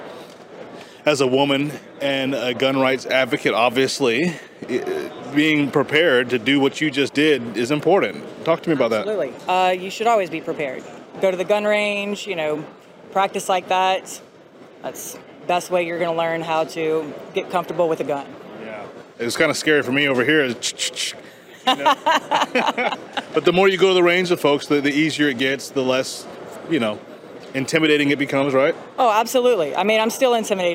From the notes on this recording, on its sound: At the Houston 2022 NRA convention